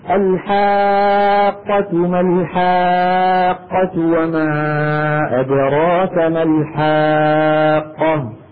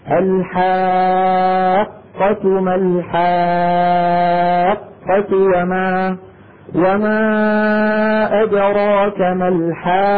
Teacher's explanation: لأنني أنا ما كنت عم بعمل تصادم، كنت عم بعمل تلامس، والتلامس ما بيعطي صوت، صوت حرف الحاق، عارفين الحاقة ما الحاقة وما أدراك ما الحاقة، حاق ساكنة الضغطة عم نجي على القاف الساكنة بقوة، هذا نبر، يعني الحرف عم يطلع صوته أعلى من جيرانه · Shown in: second take